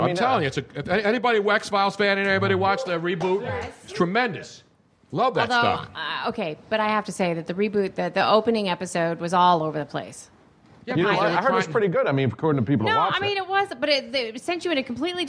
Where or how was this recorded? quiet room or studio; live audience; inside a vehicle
live audience